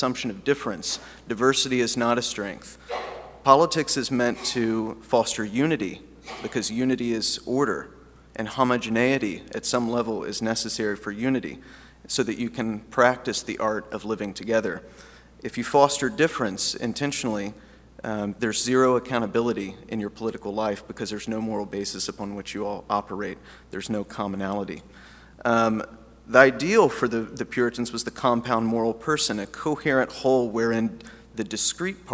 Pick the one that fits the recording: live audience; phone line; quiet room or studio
live audience